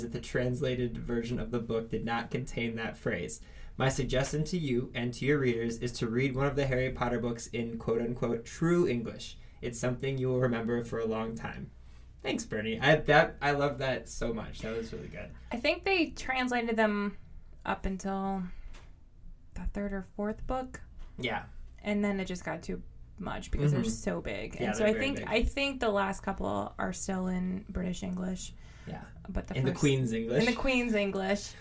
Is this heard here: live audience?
no